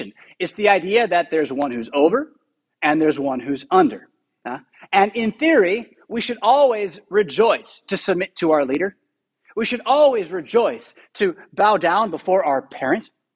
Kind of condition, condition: setting, large echoing room